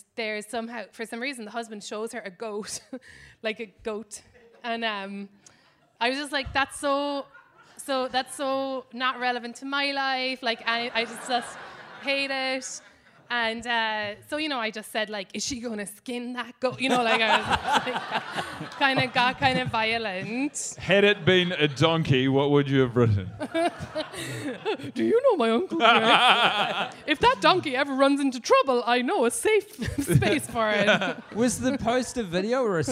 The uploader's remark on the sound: NYC Live